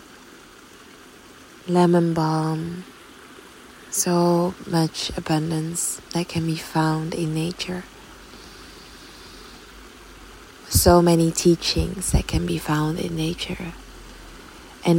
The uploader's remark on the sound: A short spontaneous episode recorded in between the mountains at the riverside